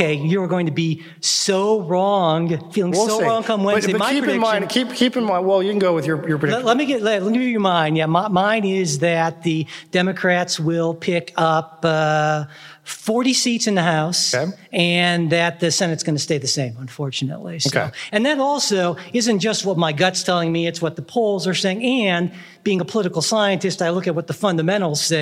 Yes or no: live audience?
yes